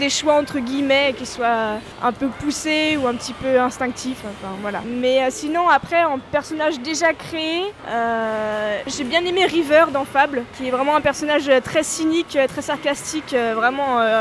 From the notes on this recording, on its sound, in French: Cet enregistrement a été réalisé à Arcade Street , sur le canapé entre les bornes de Super Street Fighter IV et celles de Kof XIII. Cet enregistrement a été réalisé à Arcade Street , sur le canapé entre les bornes de Super Street Fighter IV et celles de Kof XIII.